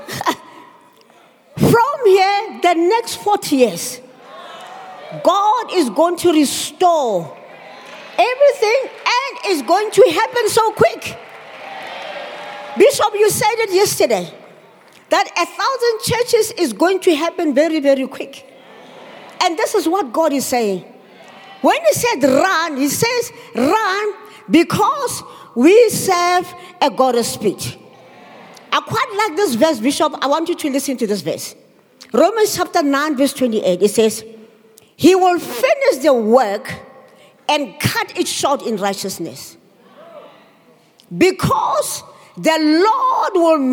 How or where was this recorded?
live audience